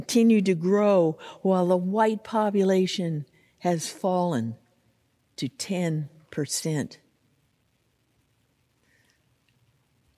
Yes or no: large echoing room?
yes